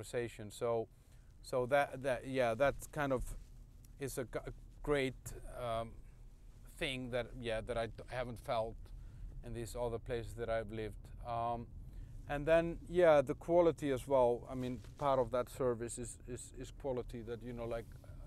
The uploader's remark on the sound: Ranting in the Car